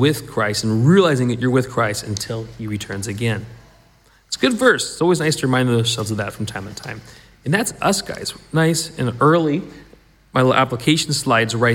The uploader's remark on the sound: This was recorded at the last Sunday meeting at the Shotts